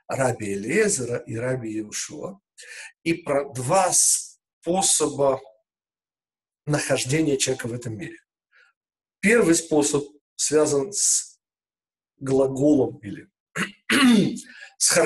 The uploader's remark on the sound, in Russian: Запись вебинара.